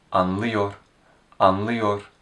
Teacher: When we attach the present continuous tense suffix, yor, a at the end of the verb stem, which is an open vowel, turns to ı, which is a closed vowel